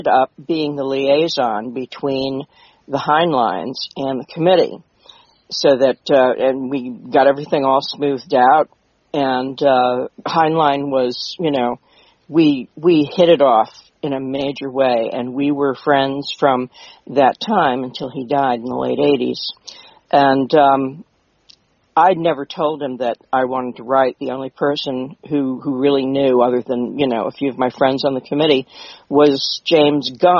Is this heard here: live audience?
no